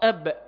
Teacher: الميم بانطباق الشفتين، انطباق الشفتين انطباق كامل، أم. الباء انطباق الشفتين ثم انفراج